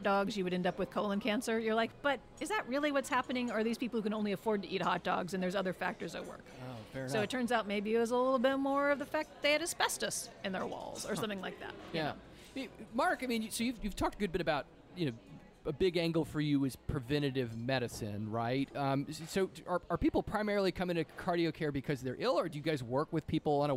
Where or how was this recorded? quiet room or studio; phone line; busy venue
busy venue